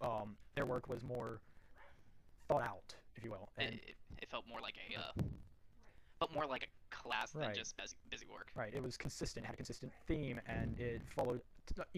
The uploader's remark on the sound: Apologies for any audio discrepancies